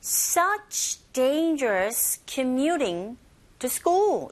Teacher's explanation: 내용을 전달하는 단어들인지라 음절이 있는 단어들이고 각각의 음절에 강세가 있습니다. 그래서 더 강조가 되어지고 억양 자체도 올라가게 되죠.